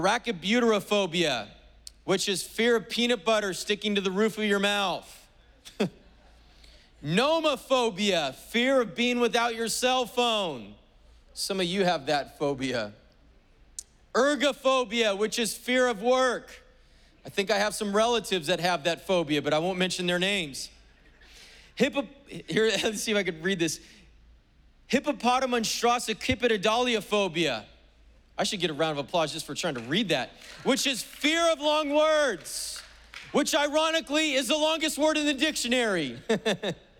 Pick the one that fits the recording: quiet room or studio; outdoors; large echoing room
large echoing room